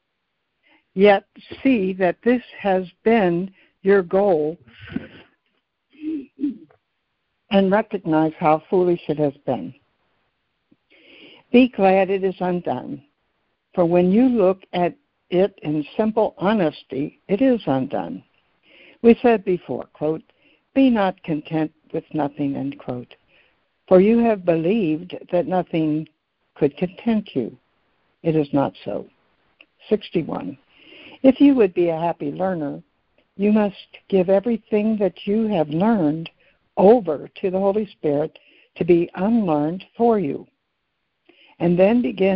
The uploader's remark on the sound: ACIM Daily Conference Call.